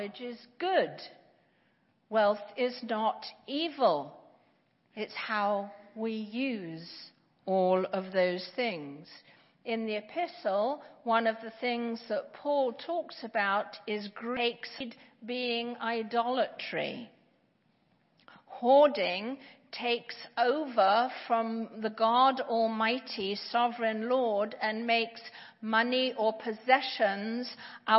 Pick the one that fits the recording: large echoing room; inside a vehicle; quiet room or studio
large echoing room